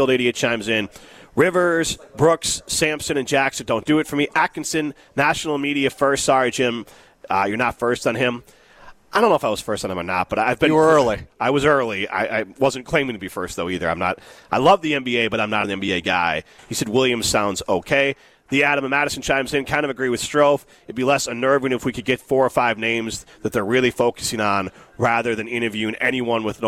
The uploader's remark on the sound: Broadcast live from the Forward Club in Breese Stevens Field ahead of the Forward Madison FC match against Colorado Hailstorm FC.